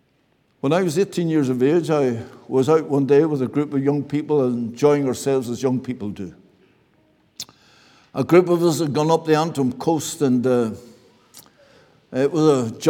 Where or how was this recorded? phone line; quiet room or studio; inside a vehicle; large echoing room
large echoing room